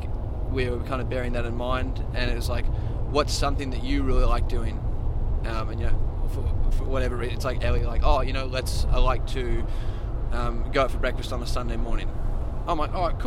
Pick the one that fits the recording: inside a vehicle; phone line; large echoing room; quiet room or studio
inside a vehicle